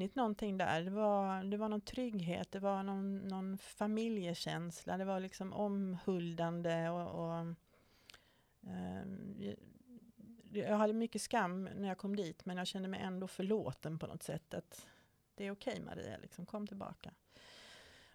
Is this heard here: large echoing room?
no